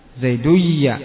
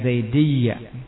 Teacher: kemudian dhammahnya yang ada pada dal dibalik menjadi kasrah li tashiha al-ya, agar ya-nya menjadi sahih.